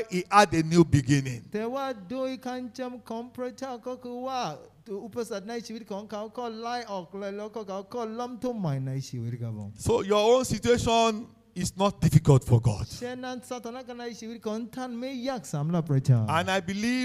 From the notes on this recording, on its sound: This sermon was Preached Live.